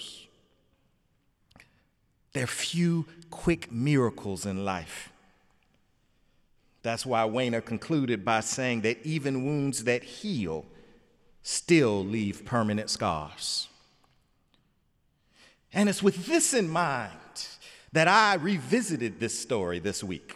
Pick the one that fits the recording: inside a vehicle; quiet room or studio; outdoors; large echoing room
large echoing room